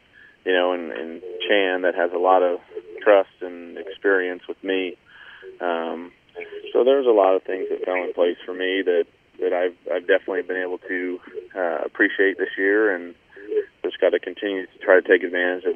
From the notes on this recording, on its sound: Addressed Reporters on a Conference Call